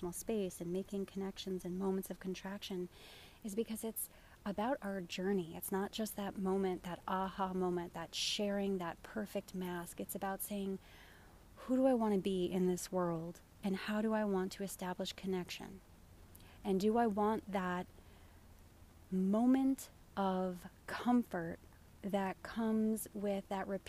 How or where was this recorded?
outdoors